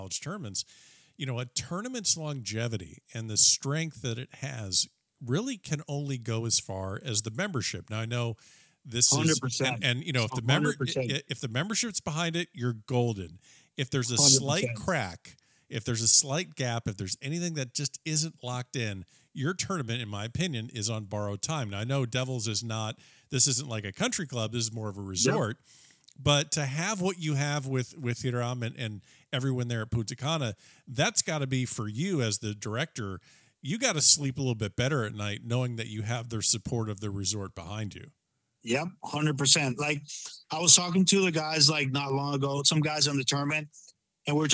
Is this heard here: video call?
no